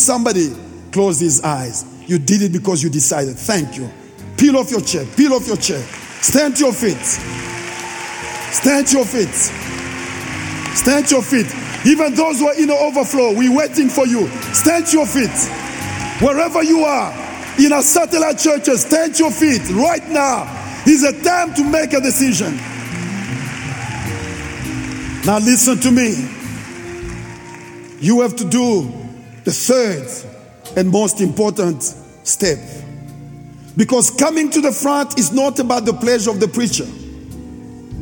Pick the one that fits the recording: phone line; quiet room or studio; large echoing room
large echoing room